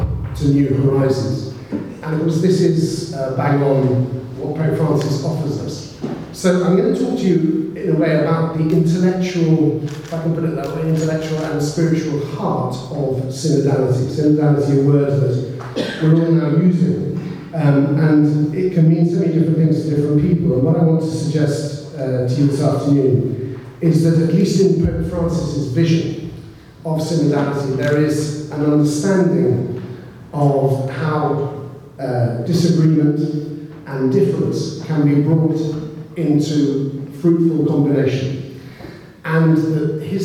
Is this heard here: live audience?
yes